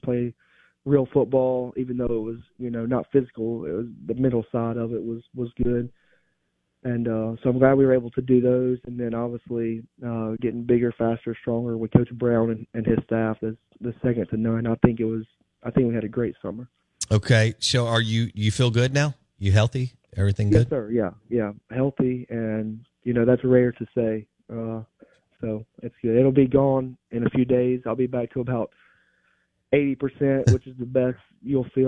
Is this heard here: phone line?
yes